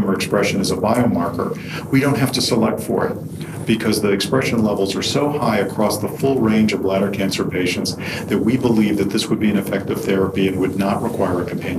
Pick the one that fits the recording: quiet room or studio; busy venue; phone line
busy venue